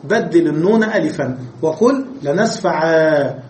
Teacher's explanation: إذا وقفت على لنسفعا بالناصية نسفعا، قال بدل النون ألفا وقل لنسفعا ونقف عليها بالألف ولا نقف بنطق النون · Term: نون التوكيد الخفيفة